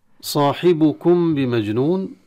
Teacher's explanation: نخفي الميم عند الباء بغنة، وسمى شفوي لأن كلا الحرفين مخرجهما من الشفتين. بمجنون طبعا إذا وقفنا نحذف التنوين ونسكن النون. · Term: إخفاء شفوي